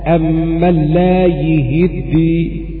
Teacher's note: قرأ شعبة عن عاصم: أمن لا يهدي بكسر الياء والهاء، أمن لا يهدي.